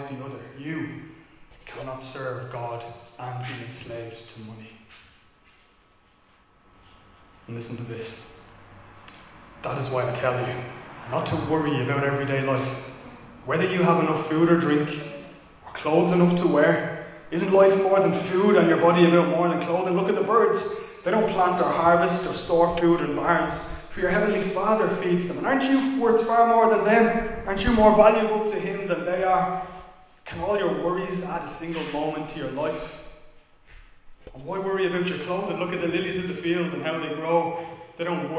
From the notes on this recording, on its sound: Recorded live in Liberty Church on 22 August 2021